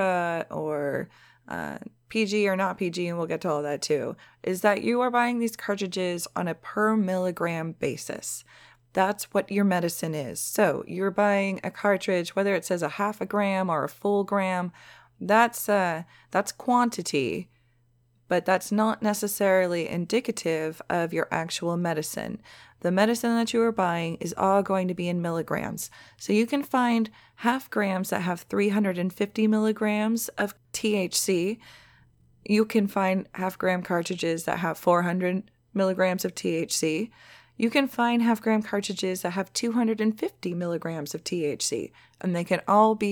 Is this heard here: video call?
no